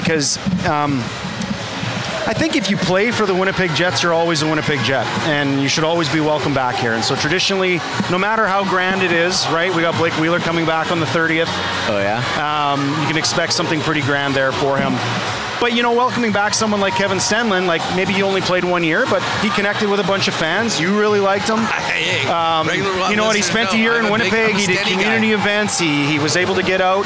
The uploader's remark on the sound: WST LIVE at Fan Fest 2023. They are live from the hockey for all centre for Day 3 of Winnipeg Jets Training Camp for Winnipeg Jets fan fest.